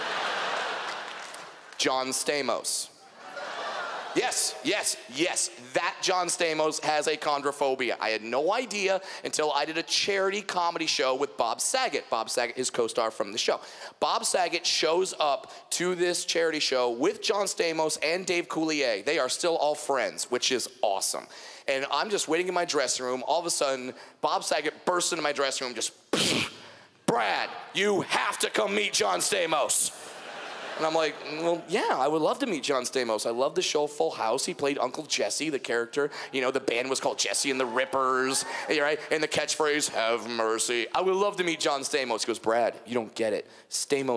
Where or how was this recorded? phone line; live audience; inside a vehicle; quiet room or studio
live audience